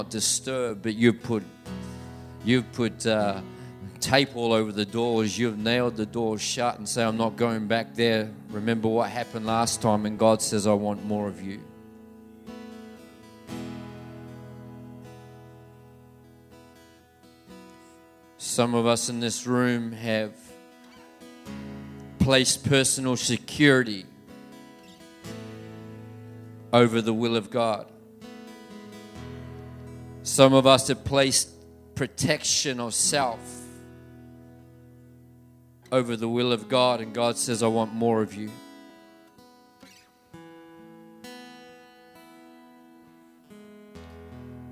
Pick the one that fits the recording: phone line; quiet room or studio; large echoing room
large echoing room